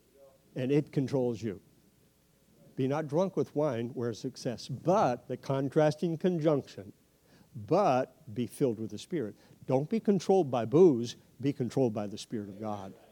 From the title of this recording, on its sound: 2023 Mission Conference Night 2